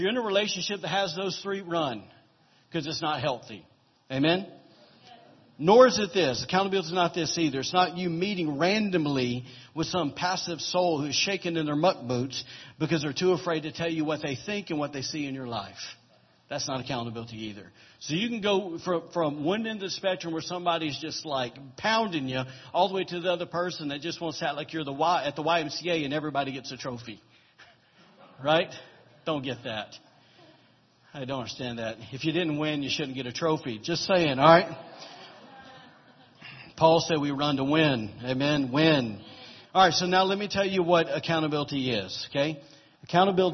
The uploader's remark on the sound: was recorded on October 1, 2017, during Sunday morning service at Celebration Life Family Church